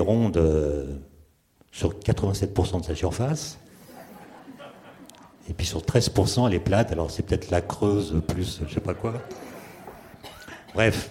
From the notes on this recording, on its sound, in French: lors d'une conférence inédite